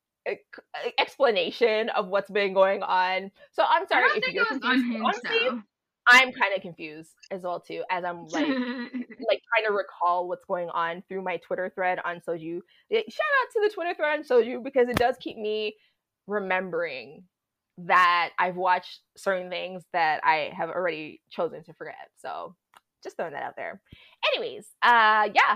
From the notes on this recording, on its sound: We apologize for the mic issues but that could not be helped this time.